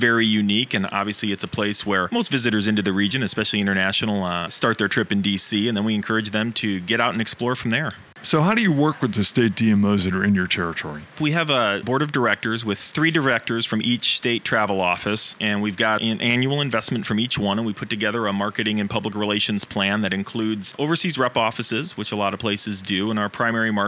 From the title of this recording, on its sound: Live From IPW